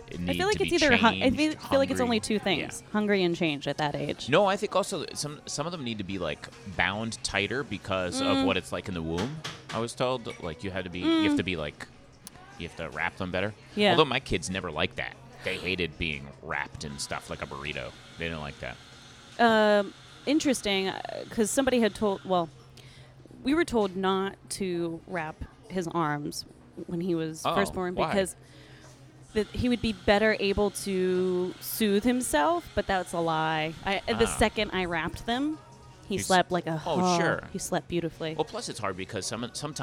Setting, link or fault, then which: setting, busy venue